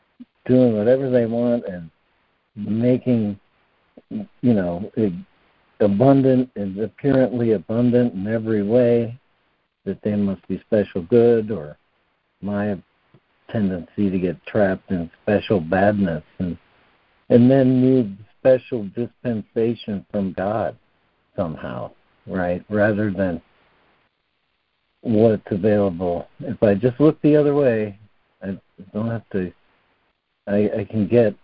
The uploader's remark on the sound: ACIM Daily Conference Call.